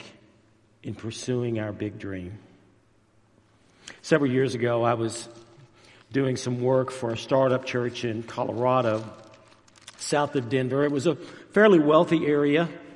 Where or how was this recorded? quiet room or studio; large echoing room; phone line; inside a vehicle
large echoing room